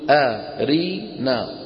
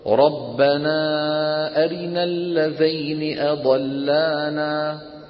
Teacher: نحن نقول أرنا، ننطق حركات متساوية، لكن الدورية عند كسرة الراء يسرع ويخفض صوته · Shown in: second take · هكذا. أرنا أرنا يسرع ويختلسها.